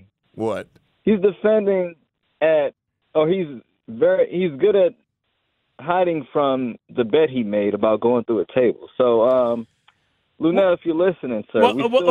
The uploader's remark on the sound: Phone lines open up again